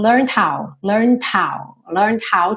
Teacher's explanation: Do N você já passa pro D. E esse D já tá querendo virar o how. Então, learned how.